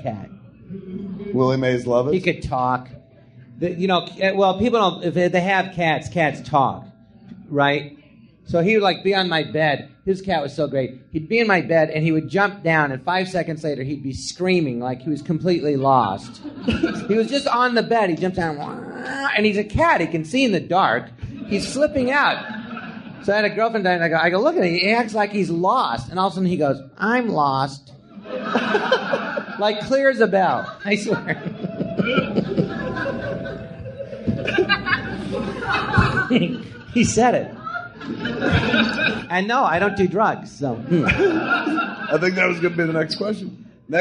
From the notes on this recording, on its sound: Recorded live at the Jon Lovitz Podcast Theatre.